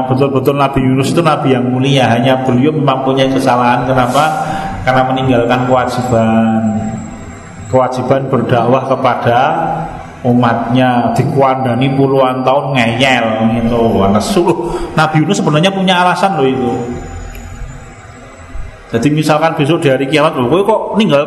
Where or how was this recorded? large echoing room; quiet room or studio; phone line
large echoing room